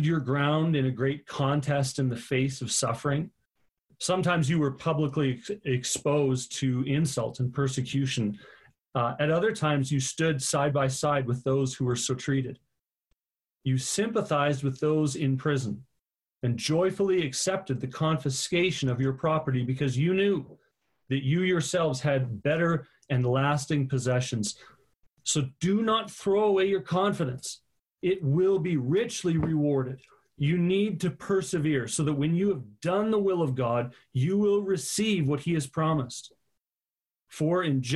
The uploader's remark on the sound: Live on zoom for our September Online Gathering.